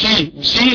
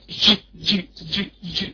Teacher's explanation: لا شي كده غلط لازم تشد الجيم · Shown in: second take